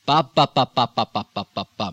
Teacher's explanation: when I'm going into this accent, there is almost a stress on every syllable